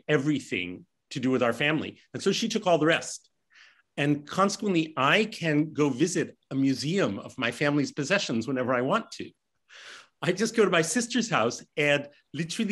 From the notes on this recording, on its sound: This short story was clipped from my live virtual Show & Tale: Significant Objects.